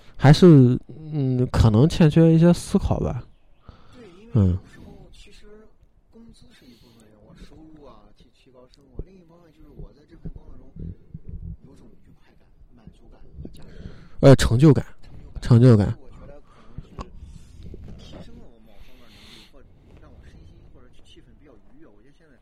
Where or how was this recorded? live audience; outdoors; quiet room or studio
outdoors